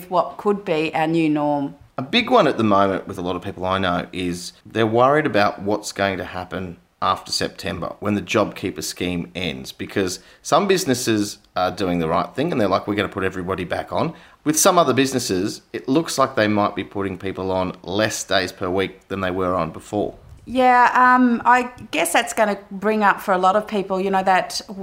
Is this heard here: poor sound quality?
no